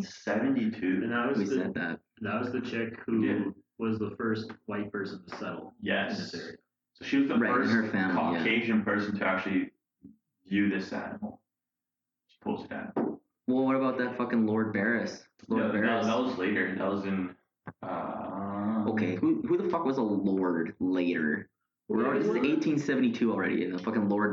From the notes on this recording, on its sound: APOLOGIES FOR THE AUDIO QUALITY WITH THIS ONE